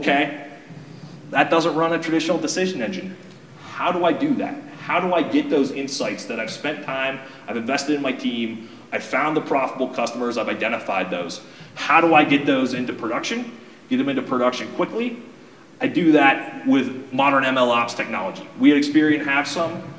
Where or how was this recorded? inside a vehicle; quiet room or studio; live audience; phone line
live audience